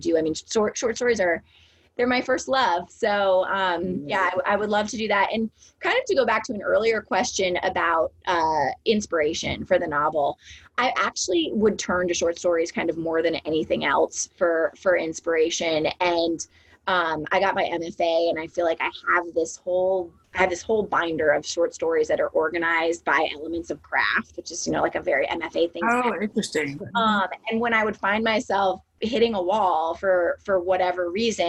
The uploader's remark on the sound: a Zoom conversation